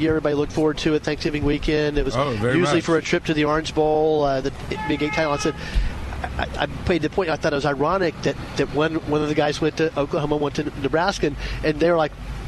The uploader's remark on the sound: Live From Porkies BBQ.